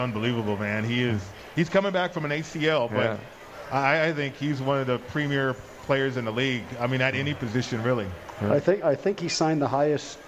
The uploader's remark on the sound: Live From The Cosmopolitan of Las Vegas